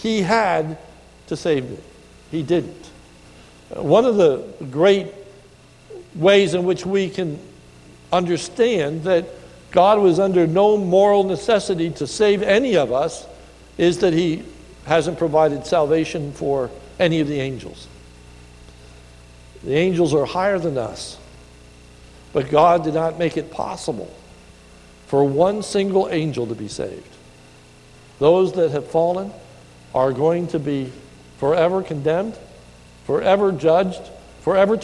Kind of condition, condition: setting, large echoing room